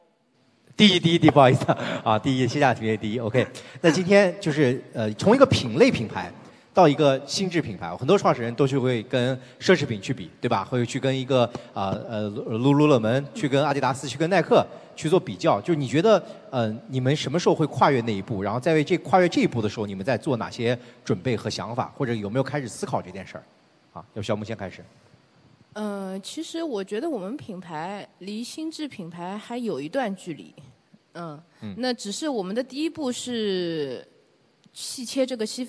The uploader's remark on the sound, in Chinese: 在天下网商举办的“2023新网商峰会”上，我和四位新品牌创始人进行了一场持续1小时的圆桌会谈